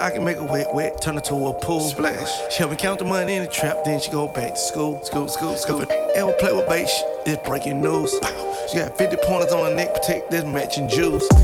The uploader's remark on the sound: BRIMZ 5 YEAR ANNIVERSARY EVENT (LIVE DJ MIX)